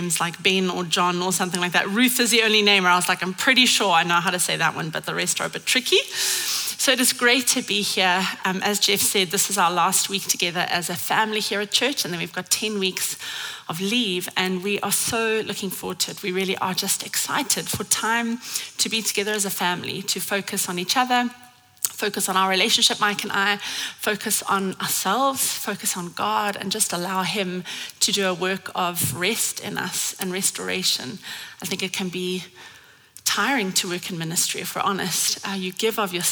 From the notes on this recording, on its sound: at Common Ground Church Rondebosch on the 15th of October 2023